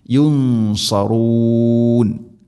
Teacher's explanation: സാക്കിനാനൂന് ശേഷം സ്വാദ്, ഇഖ്ഫാം ബിഗുന്ന. പക്ഷേ സ്വാദാണ് ഇസ്തിഇലാന്റെ അക്ഷരമാണ്, സ്വരഭാരത്തിൽ ഉച്ചരിക്കണം. ഖുന്നയും സ്വരഭാരത്തിലായിരിക്കണം.